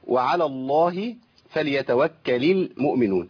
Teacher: الكسرة دي جت من التقاء الساكنين. يبقى اللام لما التقت بساكن وهي ساكنة فحركت بالكسر على الاصل